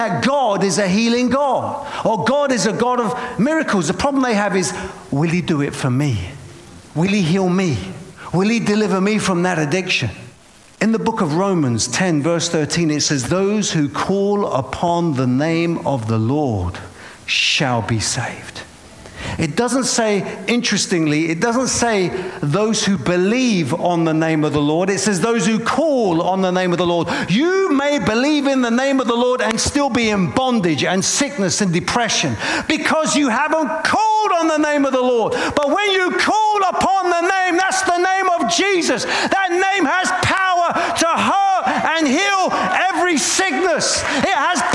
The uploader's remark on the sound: preaching at a Church in Boston